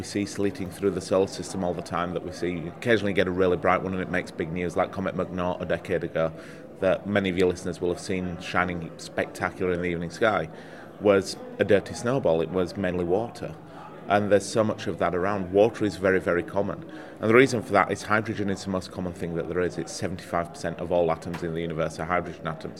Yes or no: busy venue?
yes